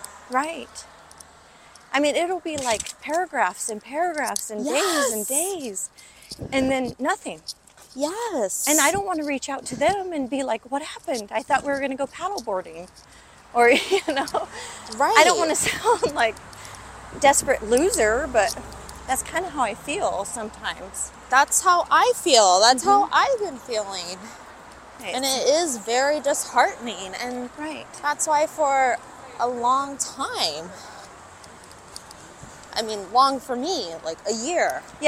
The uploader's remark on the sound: Walking the streets of LA